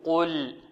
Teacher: إذن القاف مفخمة واللام مرققة، لابد من تخليص القاف من اللام